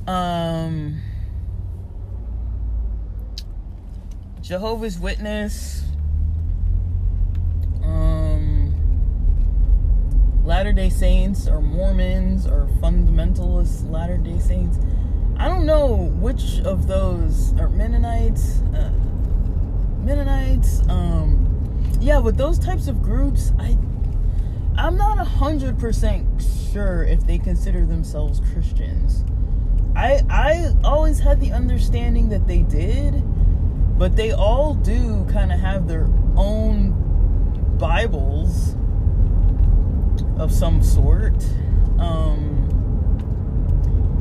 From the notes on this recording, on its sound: SLOPPY QUALITY. I attempted to record this while driving and using a new wireless Bluetooth mic. Then I couldn’t use the mic anymore so I tried recording while driving.